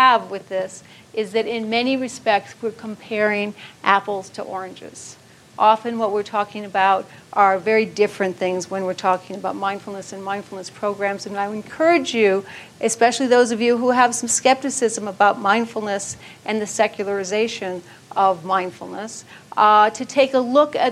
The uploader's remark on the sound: keynote from the 2014 Buddhist Geeks Conference